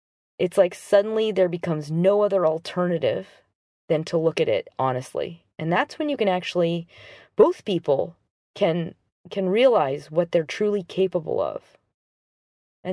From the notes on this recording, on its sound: Apologies for the background sounds - I recorded this after work in the car so there are helicopters around me!